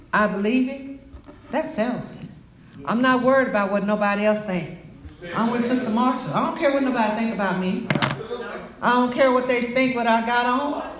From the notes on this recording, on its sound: Message delivered to Rock of Salvation Church